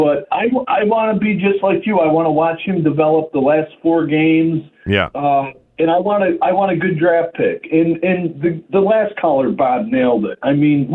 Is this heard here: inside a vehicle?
no